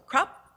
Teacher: men use the word krop, and it's a short and it's a high tone. So krop as opposed to krop.